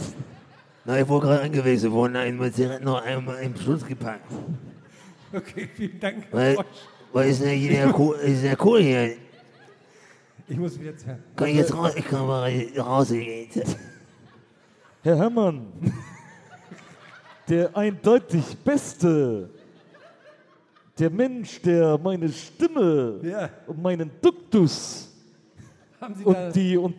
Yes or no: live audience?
yes